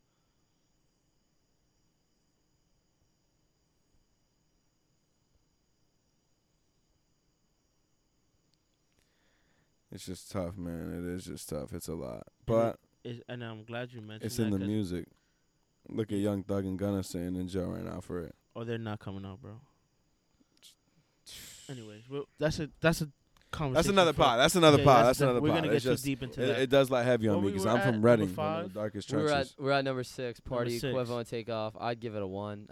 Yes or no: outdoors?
yes